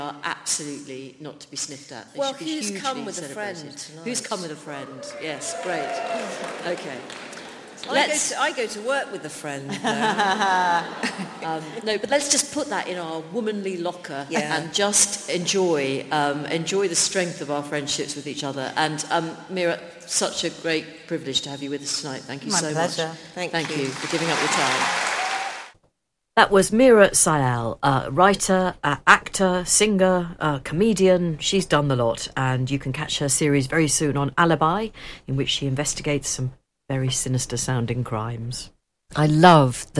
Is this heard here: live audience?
yes